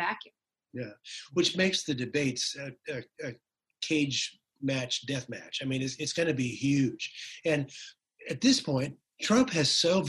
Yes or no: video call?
yes